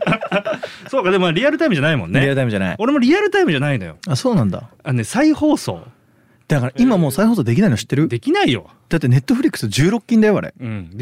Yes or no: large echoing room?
no